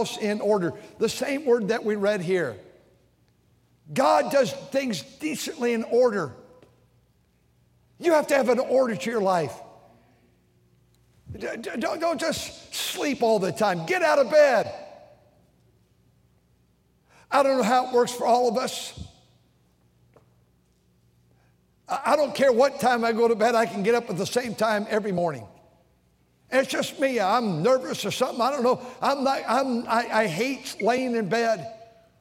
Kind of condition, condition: setting, large echoing room